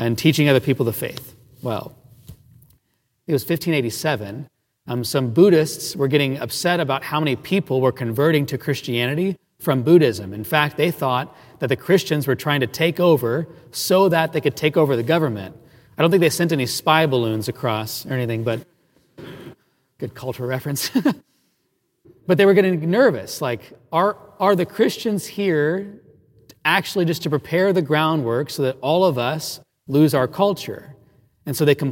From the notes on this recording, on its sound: Recorded live at Sacred Heart Catholic Church. In Evansville, Indiana.